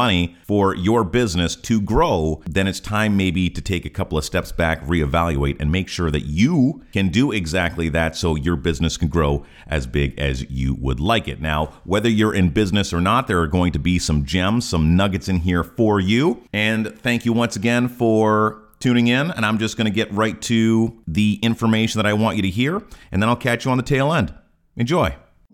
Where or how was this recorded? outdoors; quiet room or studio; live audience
quiet room or studio